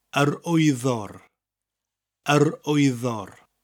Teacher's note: And because gwyddor is a feminine word, the r causes it to mutate. The g drops off gwyddor and it becomes wyddor. So you'll normally say yr wyddor.